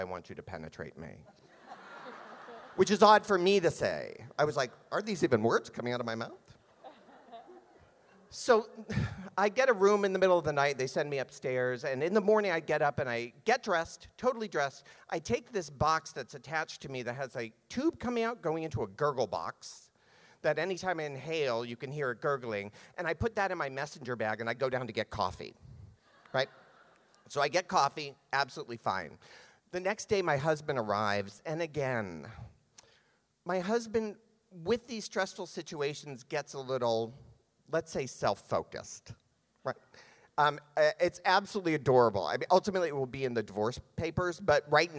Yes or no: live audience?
yes